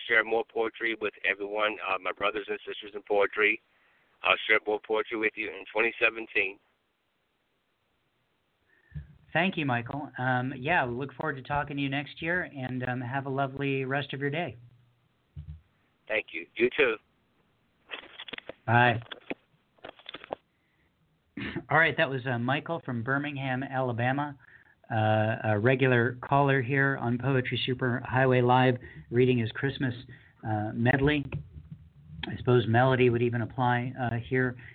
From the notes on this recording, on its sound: Thanks to poets from Springfield, MO, Grenwhich, CT, Pittsburgh, PA, Los Olivos, CA, Redondo Beach, CA, and Birmingham, AL for calling in and sharing their poetry on this edition of Poetry Super Highway Live.